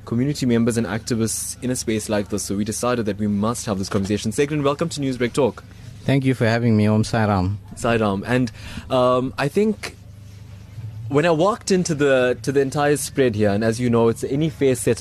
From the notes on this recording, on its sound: live from the Midlands Diwali Festival